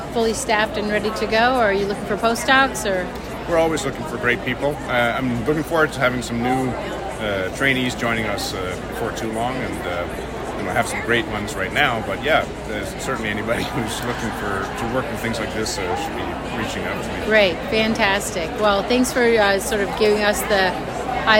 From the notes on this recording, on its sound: recorded during Day 2 of Islet Study Group 2023